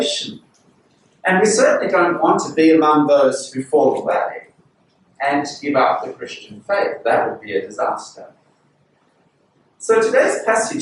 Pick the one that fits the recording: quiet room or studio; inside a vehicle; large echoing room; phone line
large echoing room